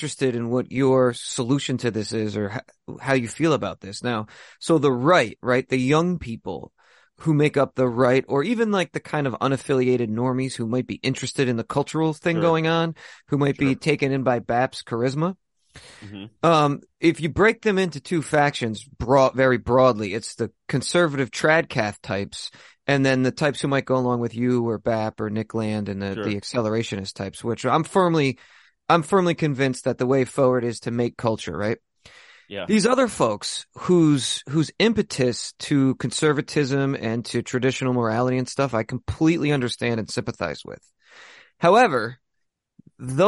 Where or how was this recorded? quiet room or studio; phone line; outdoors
quiet room or studio